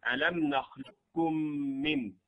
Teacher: المسألة بعد ذلك، القو والكاف في قوله تعالى في سورة المرسلات: ألم نخلقكم من ماء مهين، تضغم القاف في الكاف، واختلفوا في في الإدغام هنا، منهم من قال أنه إدغام كال، يعني تدغم القاف في الكاف ذاتا وصفة فيقرأ كاف مشددة، ألم نخلقكم من، ومنهم من قال بأنه إدغام ناقص فيبقى استعلاء القاف فيقرأ ألم نخلقكم من دون قلة.